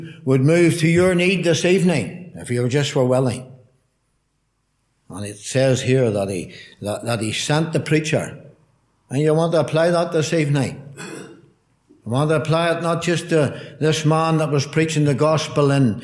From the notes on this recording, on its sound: Gospel Audio from Ballyclare Gospel Hall